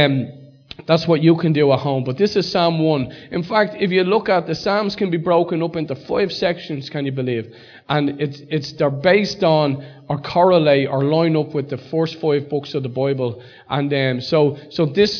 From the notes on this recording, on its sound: Recorded live at Liberty Church on 3rd March 2019